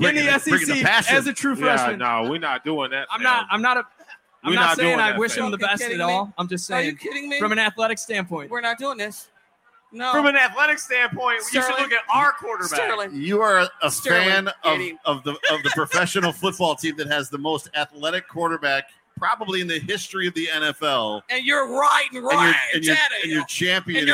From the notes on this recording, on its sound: On Location at Resurgence. Live from Resurgence Brewery for the Buffalo Rumblings Beer Release.